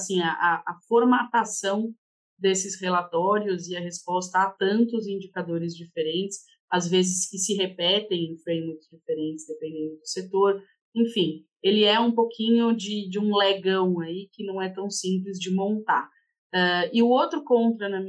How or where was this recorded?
video call